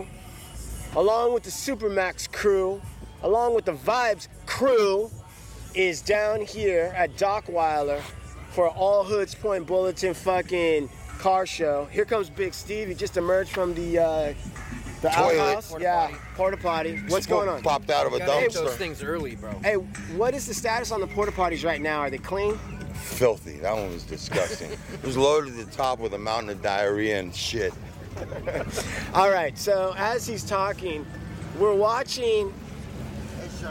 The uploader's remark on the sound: HEAR WHAT HANGING OUT AT THE BEACH ON A SUNNY SEPTEMBER SUNDAY IN LA SOUNDS LIKE